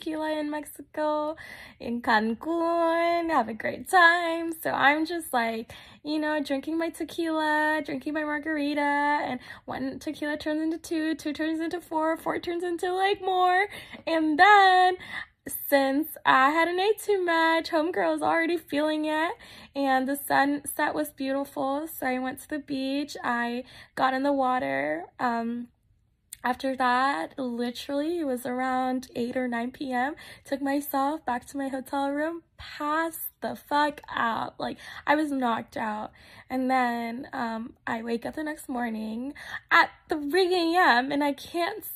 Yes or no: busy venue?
no